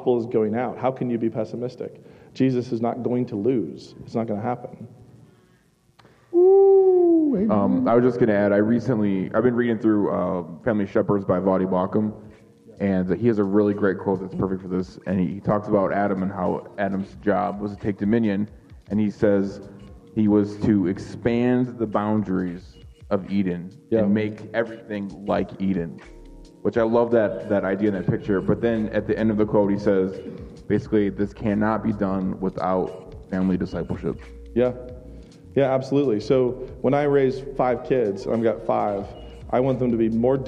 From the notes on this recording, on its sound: Super-Epic Live-Show at ReformCon! This is our very first LIVE SHOW at ReformCon! It was truly an honor and a blessing to put this event on and to sit with these men on stage.